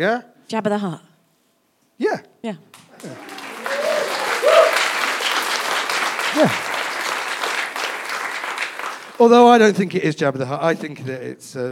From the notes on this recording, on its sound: recorded in front of a live audience